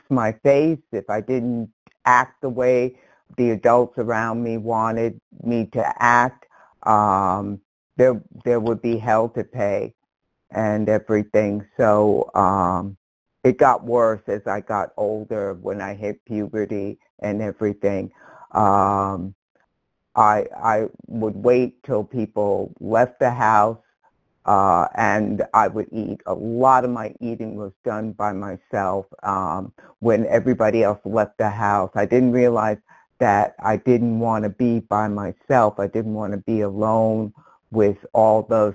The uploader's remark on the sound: from the 100 Pounders Phone Meeting, 12/1/22